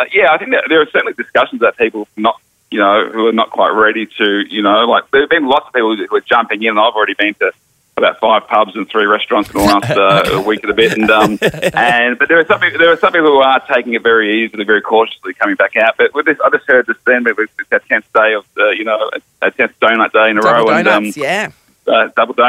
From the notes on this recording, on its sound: called through